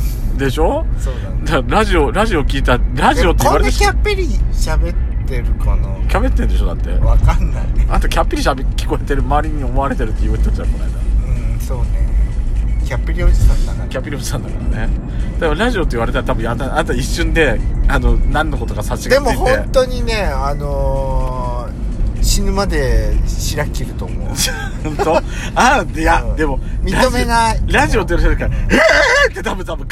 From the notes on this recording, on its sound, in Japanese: 2人組。ドスドライブ収録。ロードノイズゴメンね。